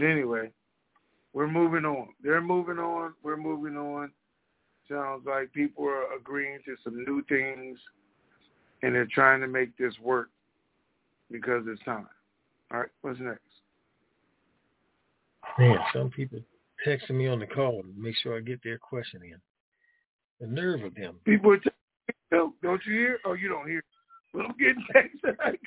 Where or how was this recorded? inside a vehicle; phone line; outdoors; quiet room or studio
phone line